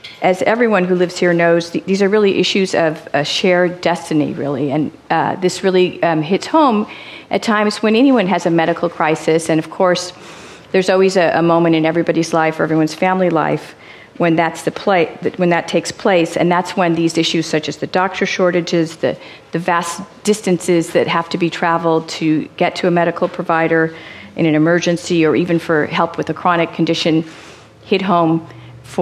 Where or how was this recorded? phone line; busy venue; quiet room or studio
busy venue